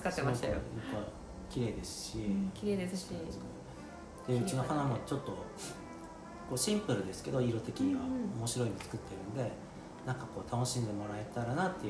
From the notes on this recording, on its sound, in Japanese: 納品に伺った際にトークさせていただきました。録音音量が少し小さくなってしまいましたご了承くださいませ。